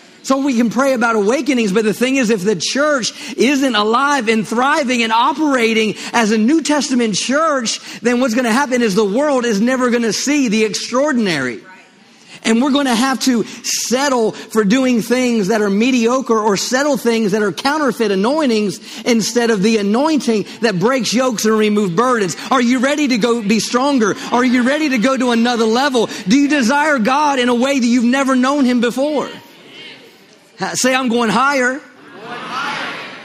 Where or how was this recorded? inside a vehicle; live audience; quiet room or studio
live audience